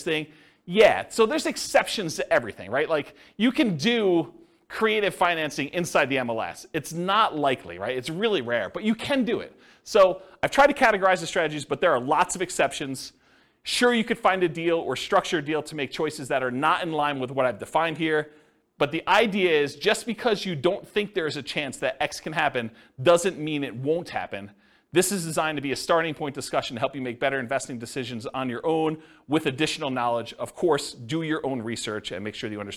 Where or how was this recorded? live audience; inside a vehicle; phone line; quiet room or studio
live audience